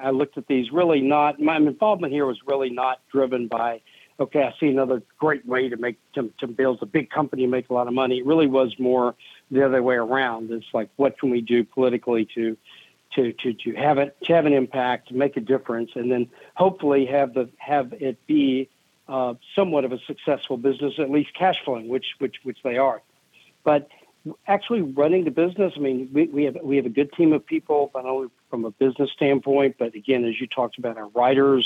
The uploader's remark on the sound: we take your calls in open phones across America